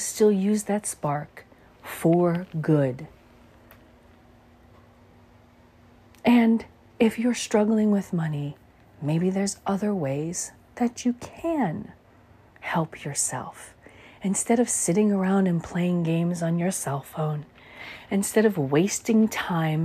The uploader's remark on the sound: Walk and Talk